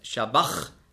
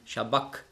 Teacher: Und das CH im Griechischen, das ist ja ein Buchstabe, das Chi, das hat man ausgesprochen so wie ein C hinten im Gaumen · Shown in: second take · Also nicht Shabach, sondern Shabak.